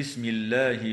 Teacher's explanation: وتفخم اللام في اسم الله لوقوعها بعد ضمة